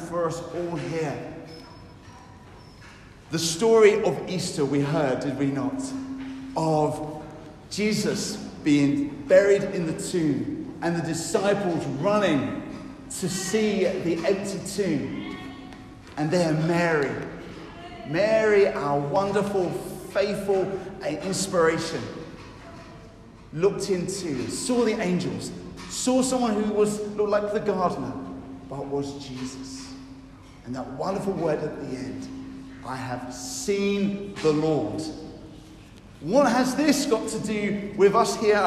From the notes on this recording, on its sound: I have recorded on Easter Sunday an encouraging talk at Newcastle Holy Cross (Fenham)